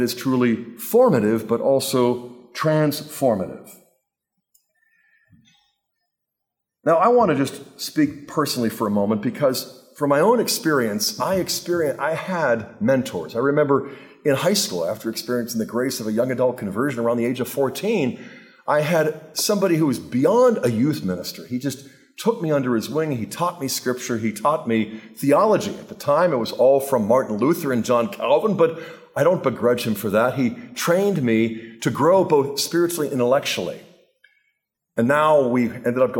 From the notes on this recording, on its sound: talk was part of the Fidelity and Freedom Conference at Franciscan University of Steubenville